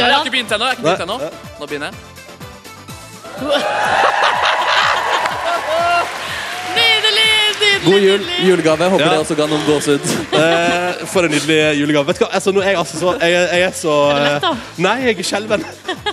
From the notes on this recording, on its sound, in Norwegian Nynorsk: Julefrukostsending frå Store studio. Vi feirar ilag med publikum i salen.